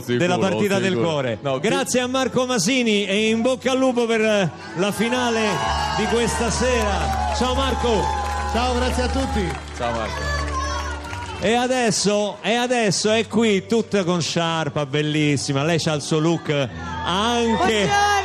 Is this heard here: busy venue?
yes